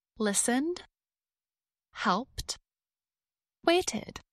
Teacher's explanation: The ed ending of all three verbs sounds different. Listened has a d sound at the end. Helped has a t sound at the end. And waited has an id sound.